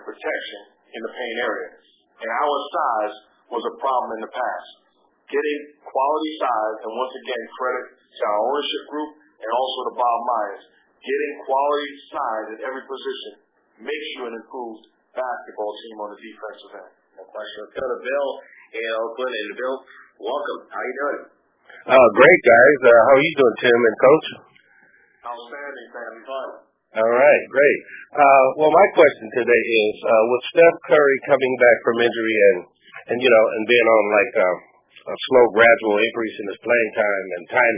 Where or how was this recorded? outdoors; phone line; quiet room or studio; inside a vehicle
phone line